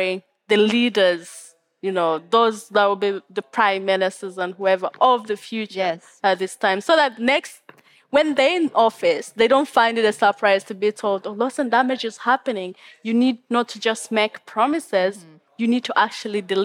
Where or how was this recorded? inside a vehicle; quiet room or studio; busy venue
busy venue